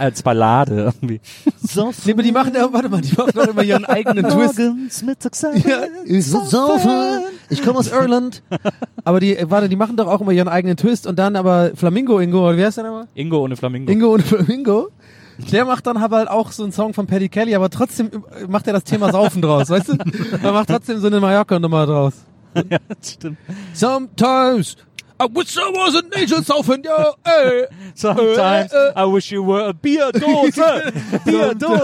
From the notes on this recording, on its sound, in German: Auf dem Weg zur nächsten Show haben wir dieses Mal eine Geisterbahn auf der Autobahn aufgenommen.